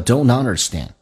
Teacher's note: don't understand 可以有一个连音 NT 组合，把 T 去掉用 N 进行连音